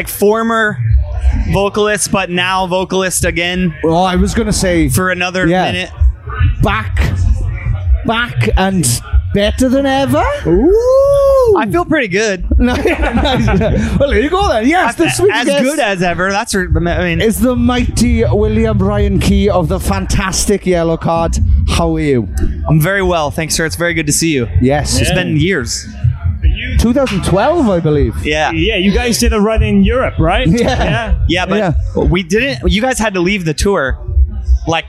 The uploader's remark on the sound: backstage Slam Dunk Festival 2023